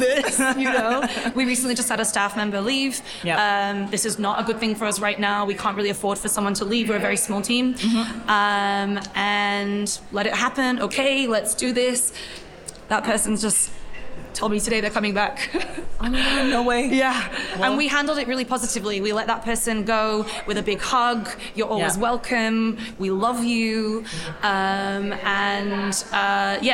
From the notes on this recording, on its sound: Live From The Salon Owners Summit 2023. Shortly after her main stage presentation.